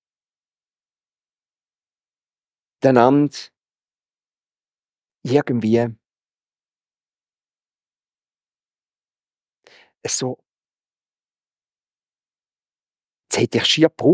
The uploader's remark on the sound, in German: Predigt Loehningen. Ziitfenschter-Gottesdienst.